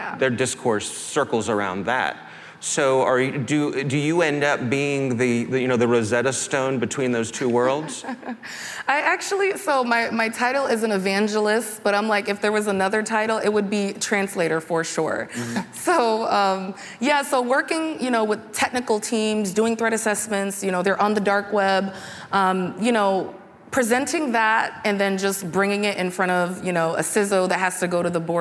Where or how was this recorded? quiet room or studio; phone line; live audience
live audience